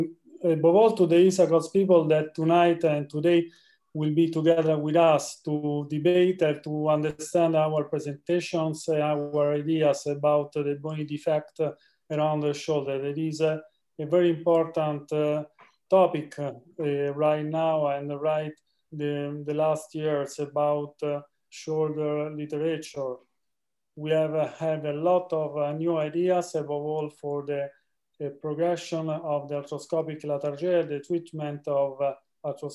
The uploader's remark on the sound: WEBINAR REPLAY. An audio replay of our recent webinar presented by the ISAKOS Shoulder Committee.